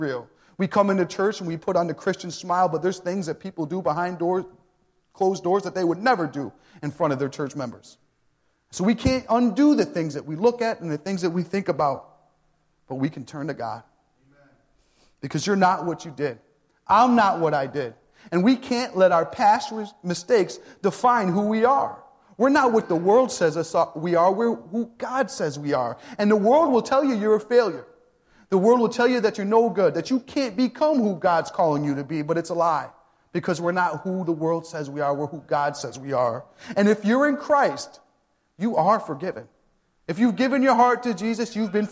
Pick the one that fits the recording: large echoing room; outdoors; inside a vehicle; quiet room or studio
large echoing room